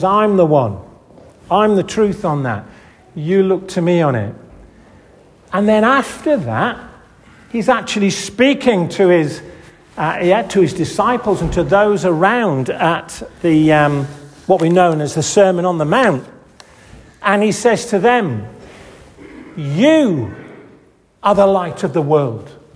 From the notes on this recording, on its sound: This audio recording was taken at the 10:30 Benefice Communion Service, 'The Gathering' on February 4th 2024 in St Oswald's Church, Askrigg.